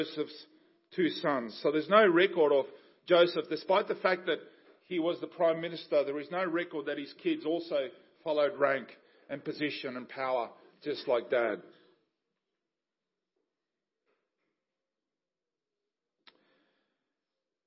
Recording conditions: large echoing room